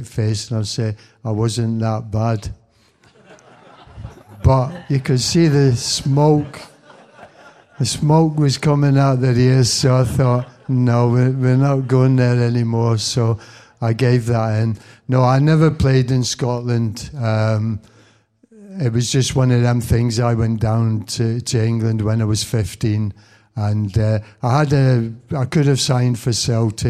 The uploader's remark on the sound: the best bits from the recent Q&A at the launch